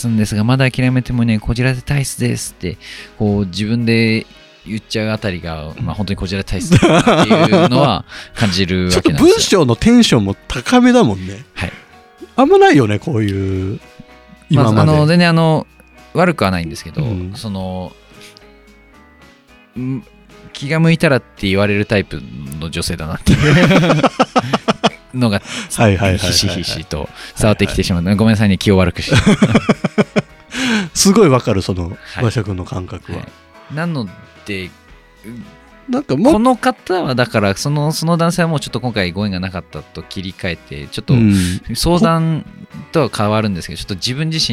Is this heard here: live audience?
no